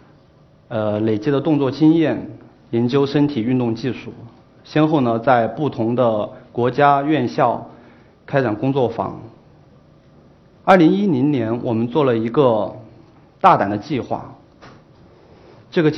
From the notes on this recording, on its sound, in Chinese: 在一席舞台上的演讲和现场舞蹈